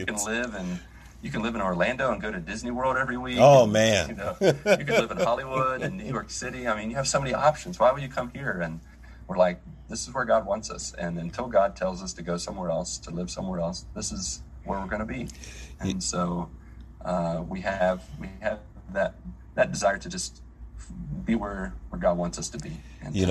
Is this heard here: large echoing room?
no